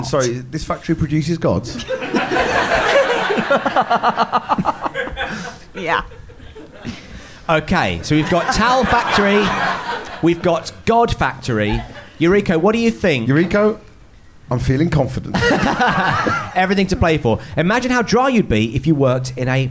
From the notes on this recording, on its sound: Recorded live at The Phoenix in Cavendish Square.